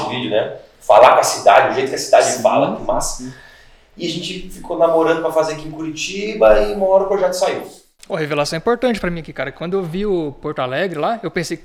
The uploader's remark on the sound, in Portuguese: Tivemos um problema com o áudio deste episódio